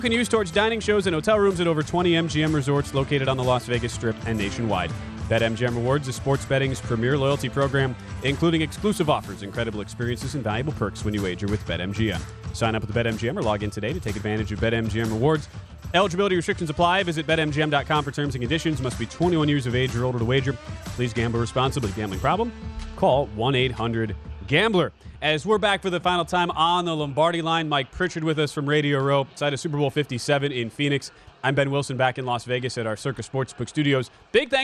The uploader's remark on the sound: live from Radio Row in Phoenix, AZ